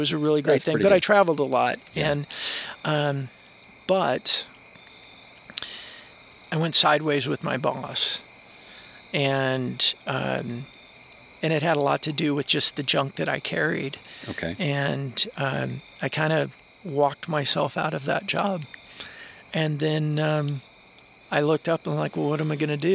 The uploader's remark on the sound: fire pit in Suwannee, GA